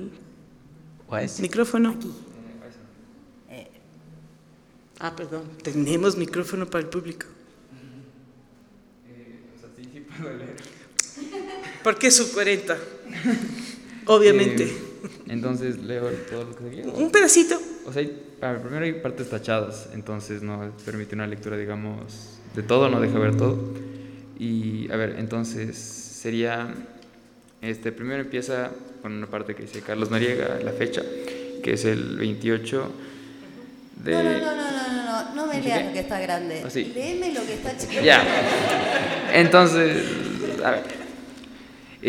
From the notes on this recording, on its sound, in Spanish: Este episodio especial fue grabado en vivo